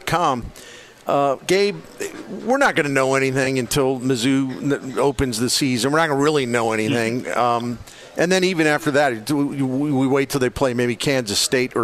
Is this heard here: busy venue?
yes